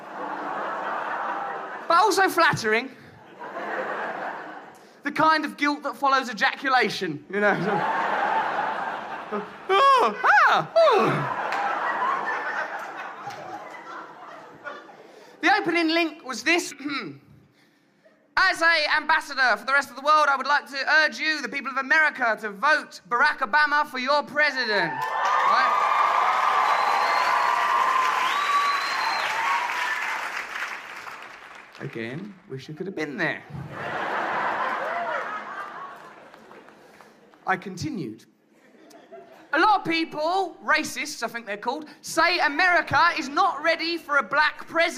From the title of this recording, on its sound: Live in New York City (2011)